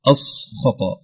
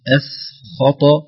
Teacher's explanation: ترقيق الهمزة وبعدها ترقيق حرف السين · Shown in: second take